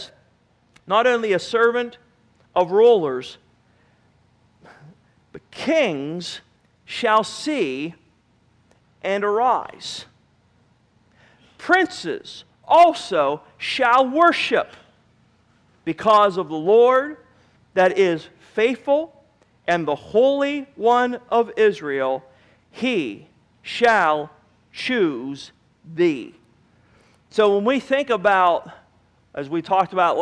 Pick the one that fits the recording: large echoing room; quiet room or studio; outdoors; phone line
large echoing room